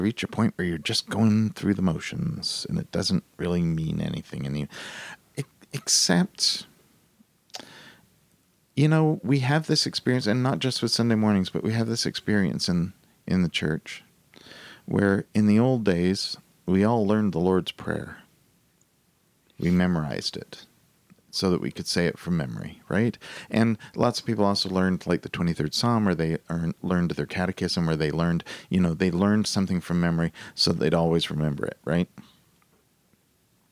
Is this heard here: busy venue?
no